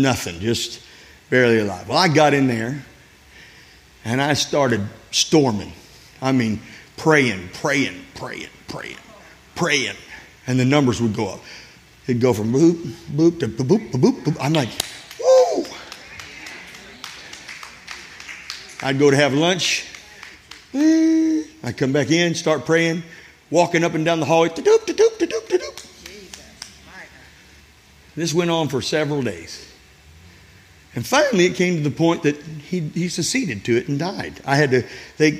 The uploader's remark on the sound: This sermon was recorded at Family Worship Center in Florence, SC on Sunday, July 23, 2023.